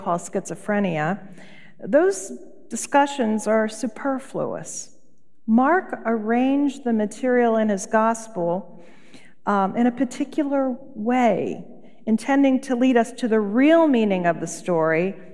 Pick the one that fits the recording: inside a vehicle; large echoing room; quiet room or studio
large echoing room